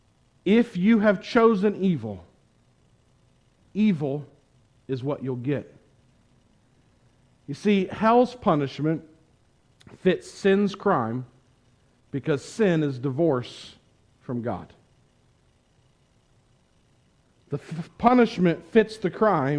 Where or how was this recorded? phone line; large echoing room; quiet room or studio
large echoing room